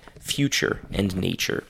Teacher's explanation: We can find this same phenomenon of t and then y being pronounced as ch in words like future and nature.